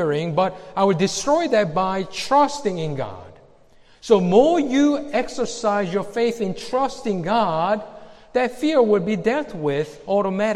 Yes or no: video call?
no